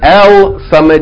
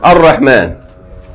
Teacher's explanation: Noon is one of the sun letters. The sun letters, when you have ألف لام، you double that letter and don't pronounce the لام. · Shown in: second take